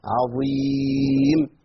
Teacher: تفخيم الضاء المكسوره لكنها مفخمه مطبقه ومستعليه، وفصل العين المرققه